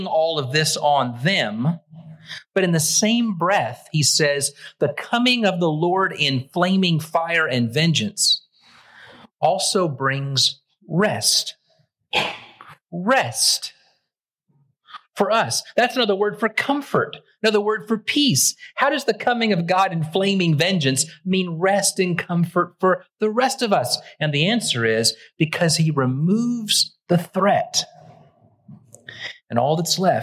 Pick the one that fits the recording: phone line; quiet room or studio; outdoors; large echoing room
large echoing room